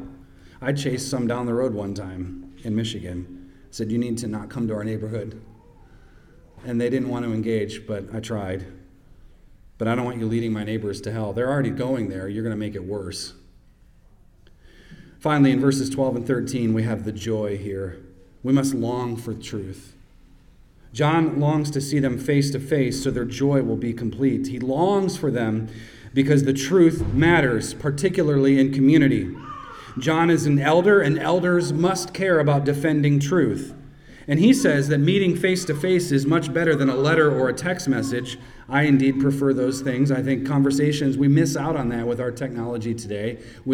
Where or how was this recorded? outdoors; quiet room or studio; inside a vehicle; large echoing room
large echoing room